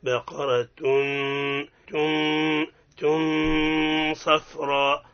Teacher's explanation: بقرة أصلها مرقق بعدها الغنة فخمت والتصقت بالصاد